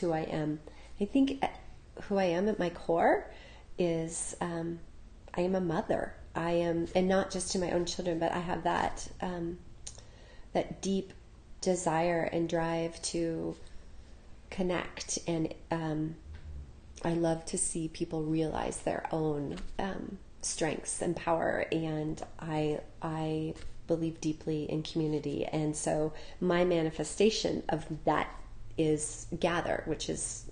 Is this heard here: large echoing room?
no